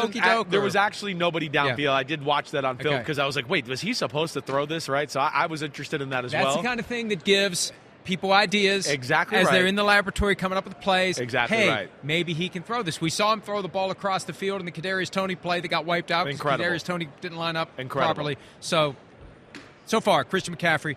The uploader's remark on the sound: Live from Mandalay Bay.